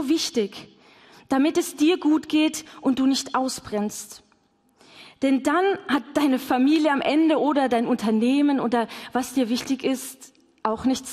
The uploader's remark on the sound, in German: LIVE im Missionswerk Karlsruhe